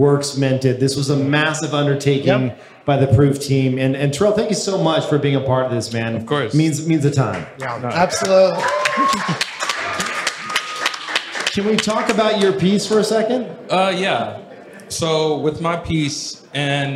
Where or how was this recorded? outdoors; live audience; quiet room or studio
live audience